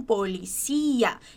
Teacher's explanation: a gente não diz polícia, a ênfase dessa palavra tá no cia